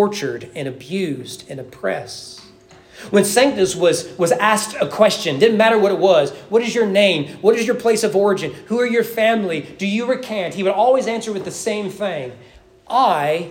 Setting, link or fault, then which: setting, large echoing room